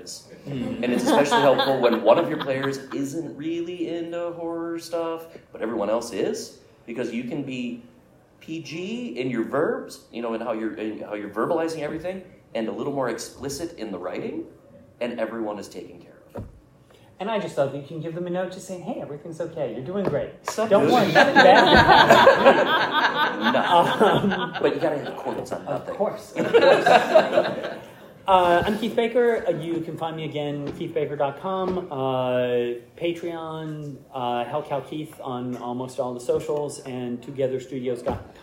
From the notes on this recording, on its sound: Here is the live panel for Gamehole Con 2023 on Horror in TTRPGs.